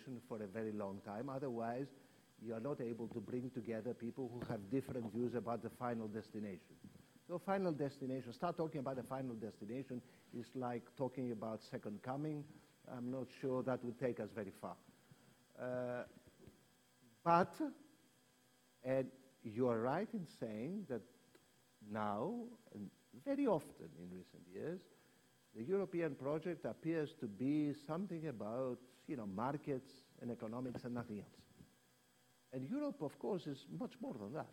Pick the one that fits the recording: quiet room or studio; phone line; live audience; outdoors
live audience